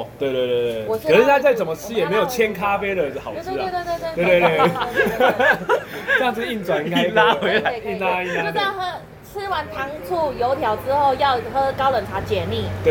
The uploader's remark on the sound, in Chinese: 錄音地點：牽咖啡 Chen Coffee